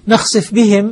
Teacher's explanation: يدغم الفاء في الباء · Term: لإدغام الفاء بالباء